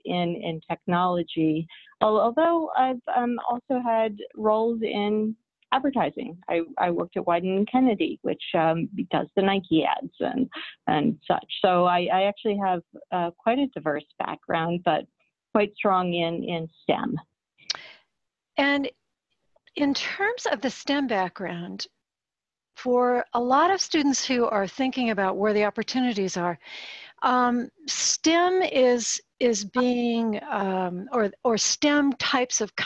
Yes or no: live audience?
no